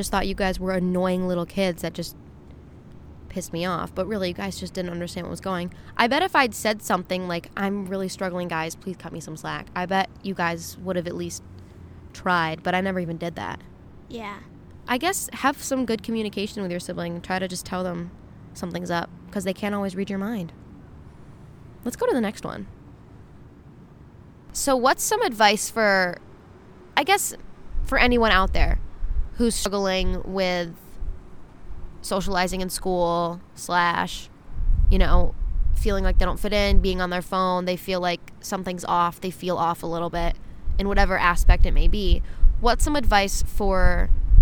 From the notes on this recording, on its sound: Rooftop Q&A with my sister. Get ready for a windy, car sound filled episode!